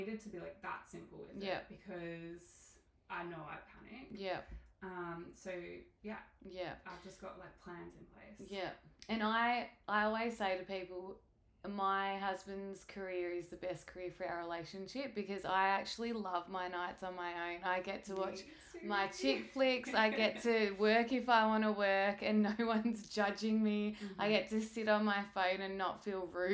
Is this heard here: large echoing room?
no